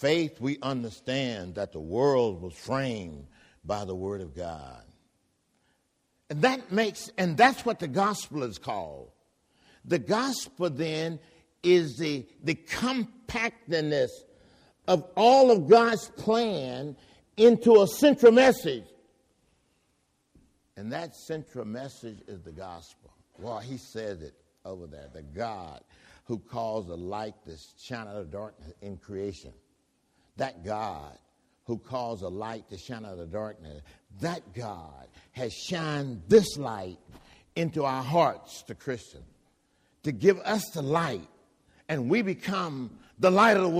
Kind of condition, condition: setting, large echoing room